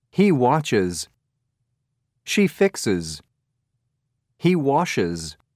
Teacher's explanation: S, sh, ch, z, j. The is sound is pronounced as a separate syllable.